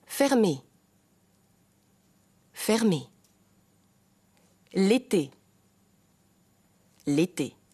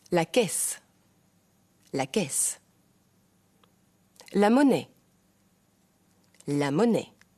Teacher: Hier sprechen wir zwei verschiedene E-Laute. Ein geschlossenes E und ein offenes E.